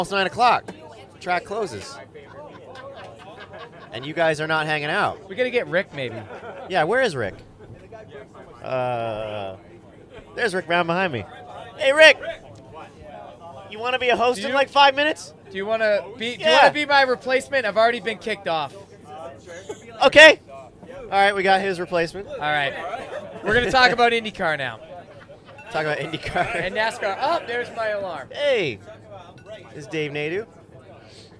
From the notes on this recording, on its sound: LIVE (recorded) From Kartmania 2021. We even had an additional mic ready to go for anyone who wanted to sit down and talk to us.